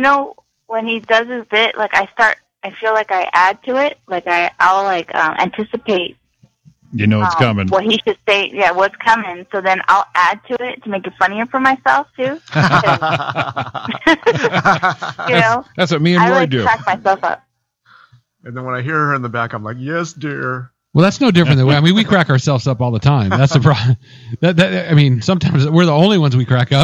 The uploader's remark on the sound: join in on the phone